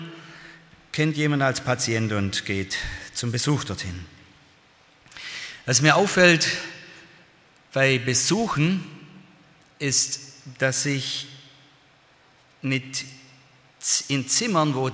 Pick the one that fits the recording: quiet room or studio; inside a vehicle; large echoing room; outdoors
large echoing room